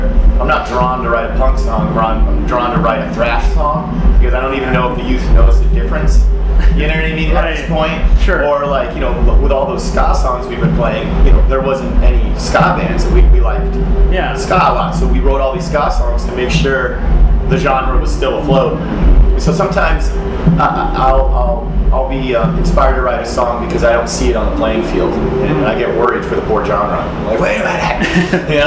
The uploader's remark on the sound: This interview was conducted by NEPA Scene at the Vans Warped Tour at The Pavilion at Montage Mountain in Scranton on July 10, 2017.